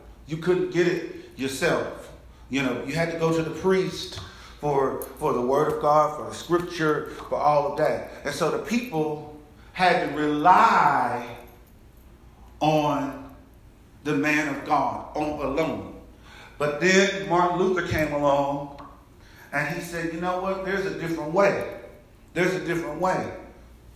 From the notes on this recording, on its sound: Message delivered to Rock of Salvation Church